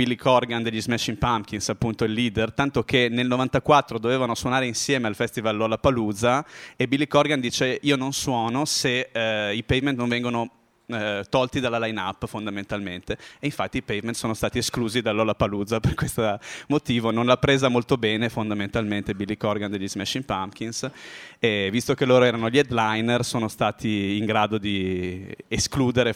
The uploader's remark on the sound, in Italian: All'Osteria di Fuori Porta di Padova il 15 aprile 2012 e trasmesso in diretta da Radio Bue, la radio dell'Università degli studi di Padova.